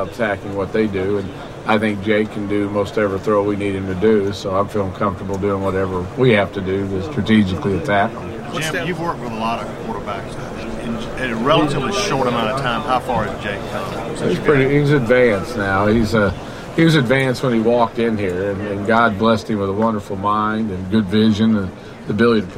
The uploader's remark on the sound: CFP National Championship Media Day Press Conference